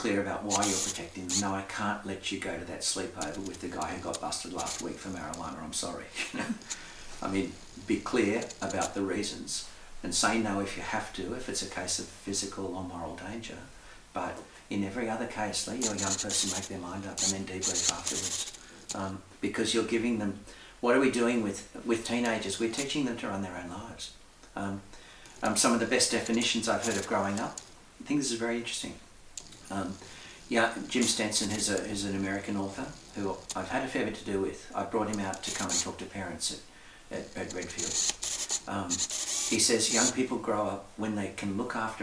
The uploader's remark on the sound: Please bear with us as we had some technical difficulties in recording this episode, and so the audio during the interview isn't the best.